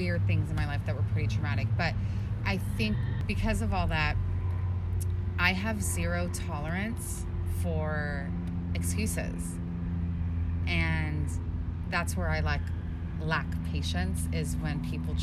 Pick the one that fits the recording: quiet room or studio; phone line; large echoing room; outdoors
outdoors